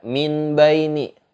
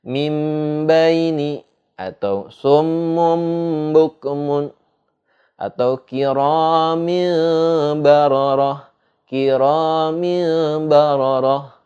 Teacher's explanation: nun mati atau tanwinnya itu berbunyi seperti huruf mim, berubah menjadi huruf huruf mim · Shown in: second take · Term: iklab